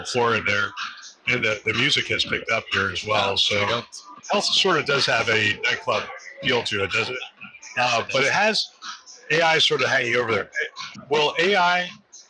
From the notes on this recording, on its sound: it’s an Interview in Action live from HLTH